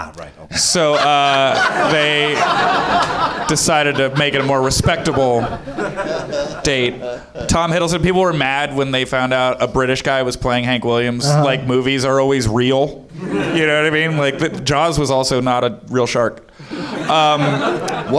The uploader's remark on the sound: Live from the NerdMelt Showroom in LA